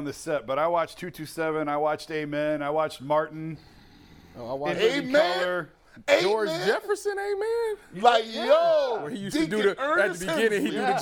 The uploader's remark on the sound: UCSS is LIVE from the Kaulig Companies Championship